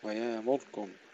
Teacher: ويامركم بإبدال الهمزة وأيضا بسكون الراء